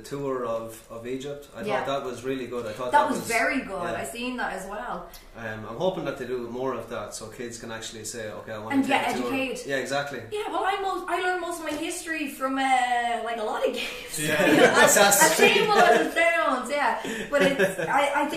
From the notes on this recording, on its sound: We are live from Gamerfest 2018 in Galway city!